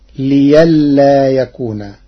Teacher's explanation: قرأ ورش كلمة لئلا بإبدال الهمز ياء تخفيفا فتصير ليلا يكون.